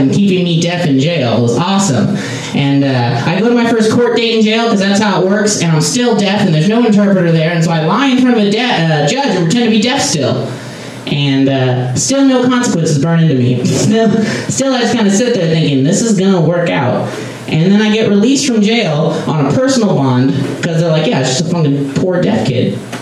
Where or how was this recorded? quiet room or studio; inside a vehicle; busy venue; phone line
busy venue